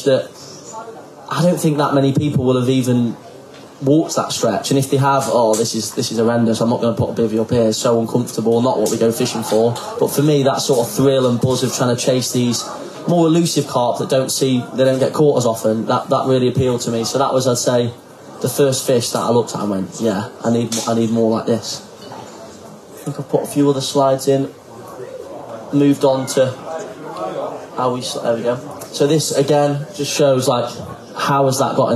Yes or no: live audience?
yes